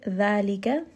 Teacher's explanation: This is going to be a two count med. Thal, as we have learned, has the makhraj of the tongue appearing between the teeth